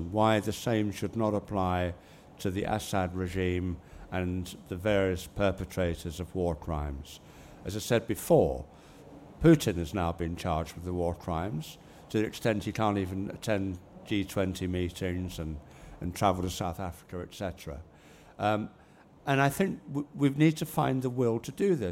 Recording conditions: busy venue